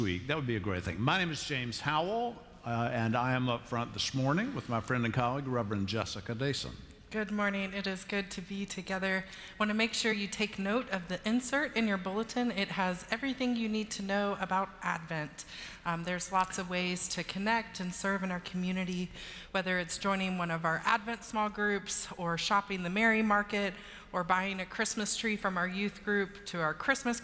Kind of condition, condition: setting, large echoing room